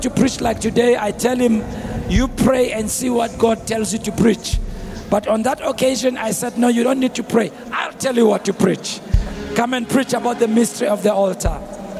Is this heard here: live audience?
yes